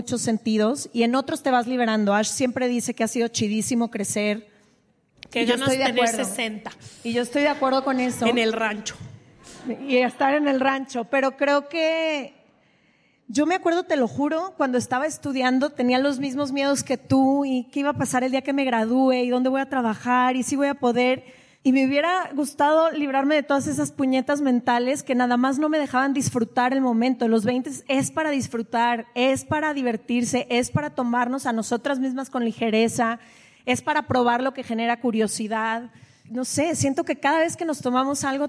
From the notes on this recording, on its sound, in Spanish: que grabamos en CDMX desde el Lunario del Auditorio Nacional con público en vivo